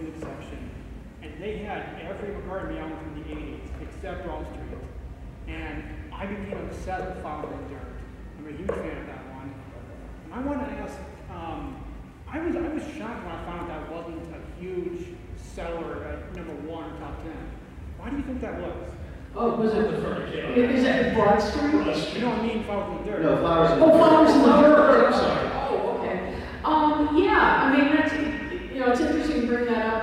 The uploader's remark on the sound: Recorded at the 2023 Chicago Fest. Apologies on the audio quality on this one.